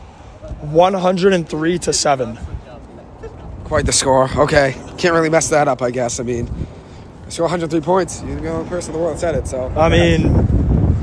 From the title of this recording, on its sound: Live from MetLife Stadium